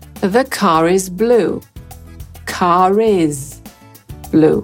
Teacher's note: mimo, że po brytyjsku ostatniego R nie wymawiamy w pojedynczym słowie, to w połączeniu z is to R już się pojawi. I gdyby tego is nie było, albo innego wyrazu zaczynającego się na samogłoskę, to to R nadal by było niewidoczne.